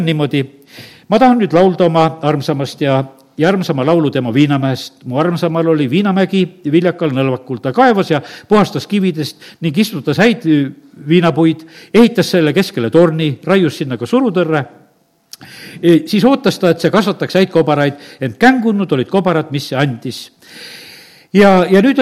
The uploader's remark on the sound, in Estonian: Audio salvestus koosolekult